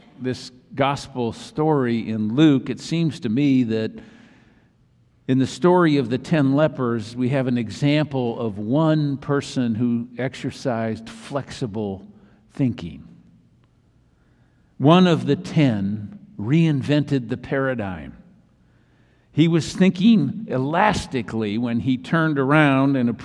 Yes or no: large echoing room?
yes